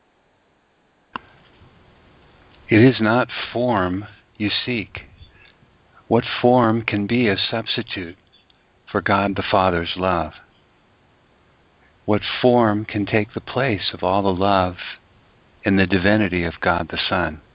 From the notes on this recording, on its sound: ACIM Daily TEXT Conference Call.